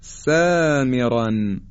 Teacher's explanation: میبینید که حرف سین نازک و ترقیق ادا شد